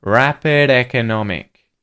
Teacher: The D turns into a T flap, actually.